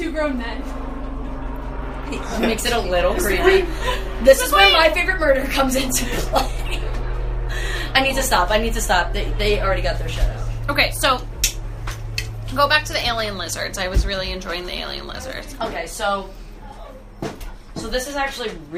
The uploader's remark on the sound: This was our first episode we ever recorded but got lost during the transfer of sights to host the podcast. The sound quality is so horrible, we're constantly getting interrupted by our friend group.